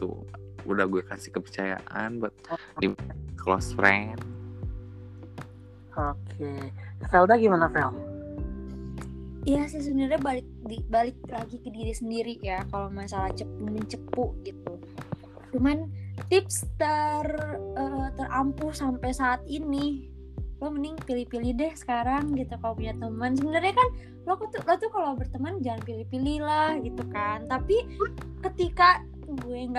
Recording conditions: drop-outs